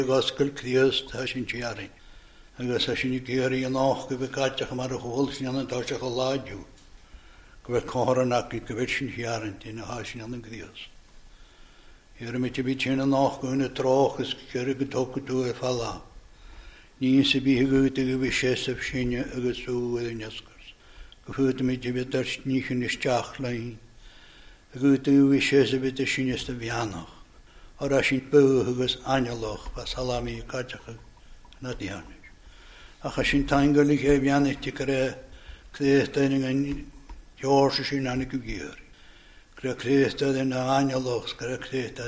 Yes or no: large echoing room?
yes